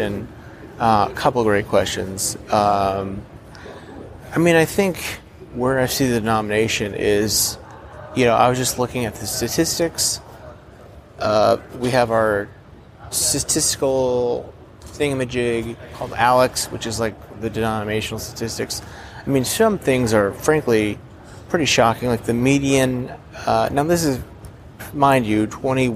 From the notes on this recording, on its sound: In this special episode recorded live from the General Assembly of the Christian Church (Disciples of Christ).